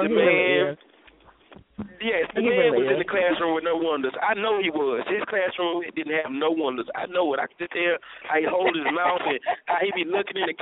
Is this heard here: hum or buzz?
no